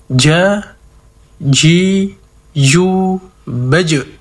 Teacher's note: yang diperkuat adalah sifat qalqalahnya, yaitu dengan memantulkan huruf ketika mengucapkan.